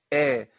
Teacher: مستفله مرققه، يبقى الهمزه مرققه